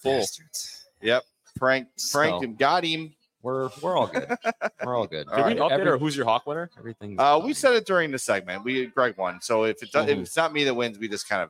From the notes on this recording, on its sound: The CHGO Blackhawks are LIVE at Broken Barrel Bar in Lincoln Park for postgame tonight!